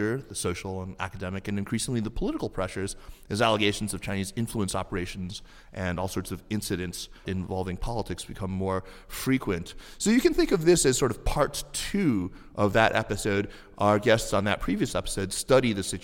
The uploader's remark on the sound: Live at the Princeton US-China Global Governance Forum.